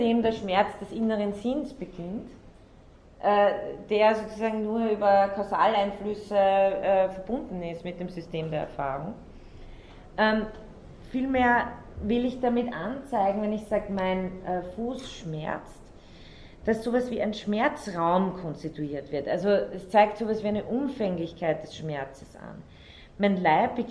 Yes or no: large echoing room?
yes